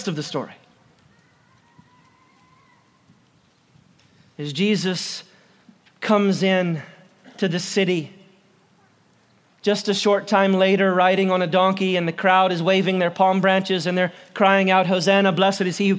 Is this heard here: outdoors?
yes